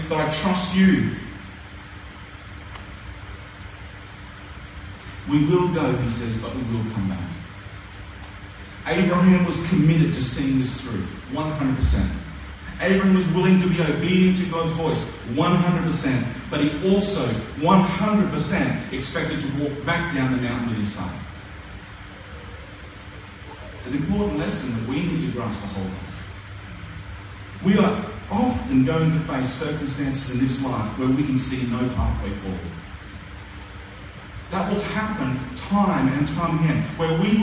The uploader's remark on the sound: A few audio problems this week, but we got there in the end.